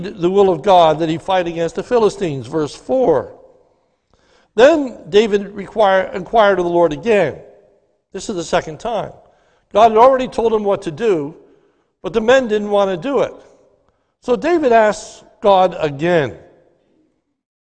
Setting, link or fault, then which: setting, large echoing room